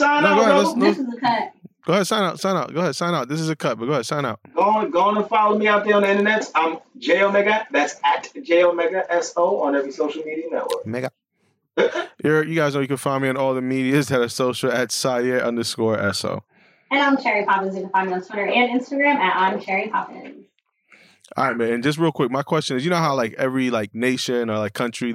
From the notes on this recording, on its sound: Sorry in advance for this week’s audio.